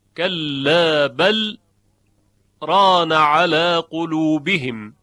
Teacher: بین لام بل و را سکت میشه، یعنی لام اظهار میشه و ادغام نمیشود